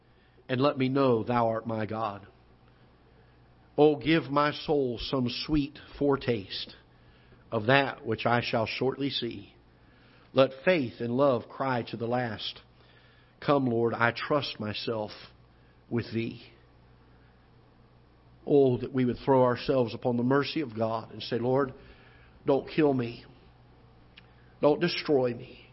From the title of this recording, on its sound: Ketha Heights Baptist Church ~ Live Broadcast